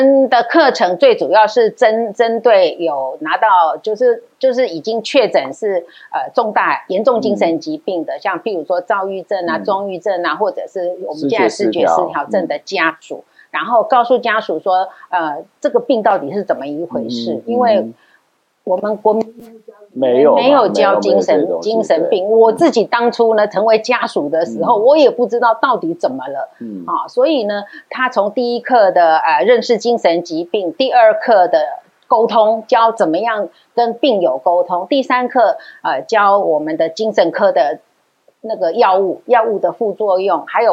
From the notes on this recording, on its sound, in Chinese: 本集節目錄製現場收音出現難以克服的技術問題，以致於本集收音欠佳